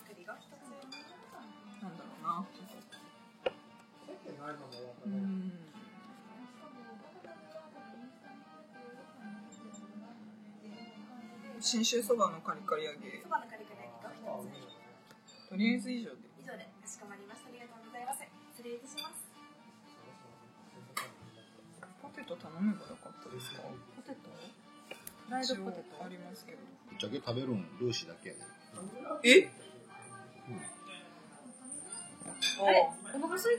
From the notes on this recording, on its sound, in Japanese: 舞台は台風が直撃した9月17日の高知。4人で居酒屋に行きました。なんとなく録音！テーマも何もないただの居酒屋トークをどうぞ！